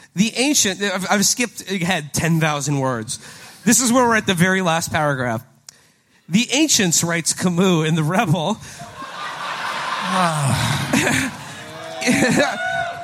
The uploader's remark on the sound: From our live shows in London on 6/5 and Manchester on 6/7.